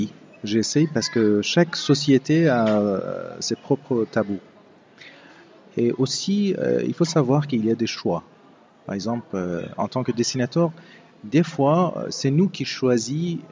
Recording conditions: busy venue